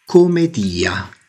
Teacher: Il titolo originale era Commedia con una sola M e probabilmente pronunciata con un accento tonico sulla I.